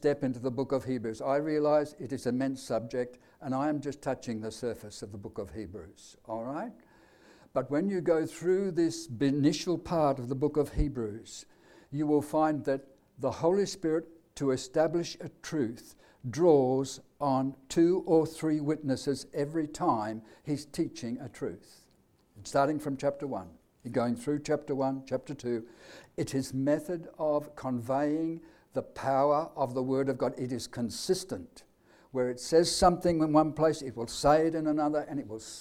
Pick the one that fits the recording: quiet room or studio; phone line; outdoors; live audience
live audience